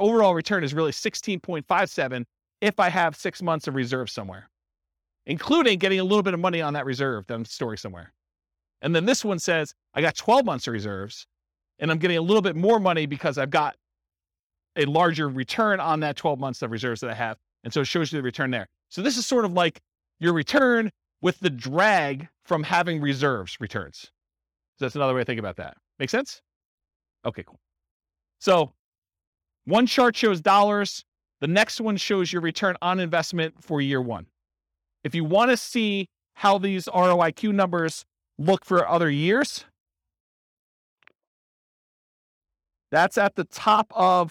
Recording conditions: live audience